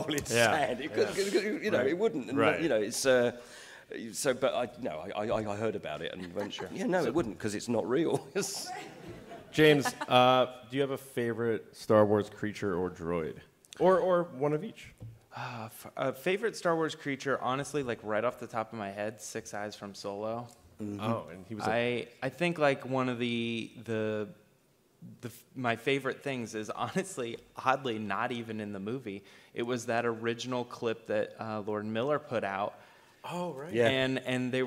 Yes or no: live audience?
yes